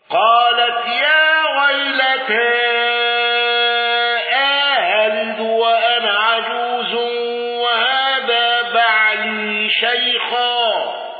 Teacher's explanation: دوري أبي عمرو بقصر المنفصل وتسهيل الهمز الثانية مع الإدخال وتقليل الياء